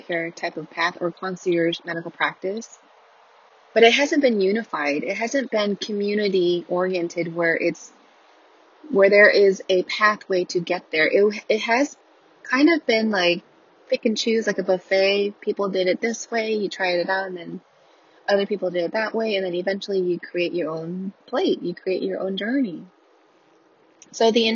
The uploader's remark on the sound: I didn't bother editing anything. Here's the raw recording straight from my car, ambient car noises included!